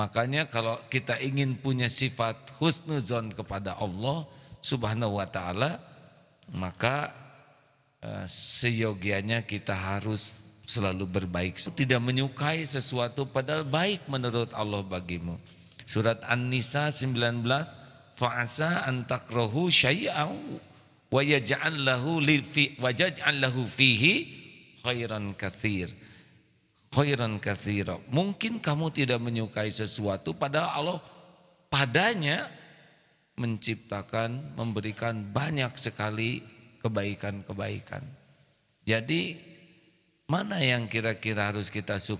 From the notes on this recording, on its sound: LIVE dari Masjid Daarut Tauhiid Bandung